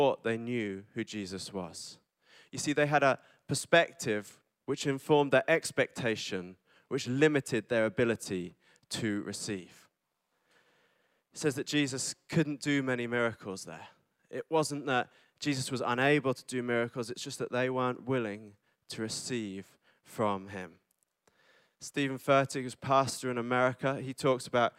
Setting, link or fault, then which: setting, large echoing room